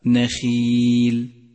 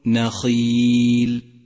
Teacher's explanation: ثالثا، تأمل كسرة حرف الخاء من كلمة نخيل، نخيل، وتذكر أنه حرف مفخم، ولكنه هنا مفخم بأدنى مراتب التفخيم لأنه مكسور · Shown in: first take · فلا تبالغ في تفخيمه عند قراءته، أي هكذا نخيل، ومن الخطأ أن تقول نخيل.